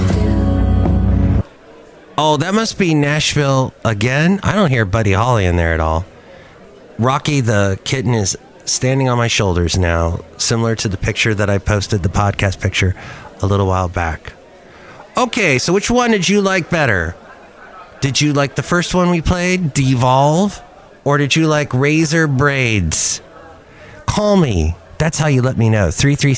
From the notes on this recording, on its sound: podcast live from Cafe Anyway